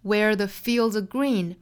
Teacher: 中间两个词都是虚词，所以读得很短快